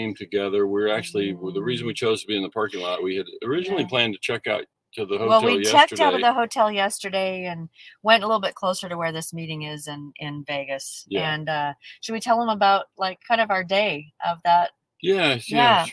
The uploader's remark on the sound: We're live from the parking lot in Sin City! So, we'll broadcast from the car right before stepping into an important executive meeting.